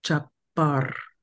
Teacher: the r is like it keeps that vibration going and going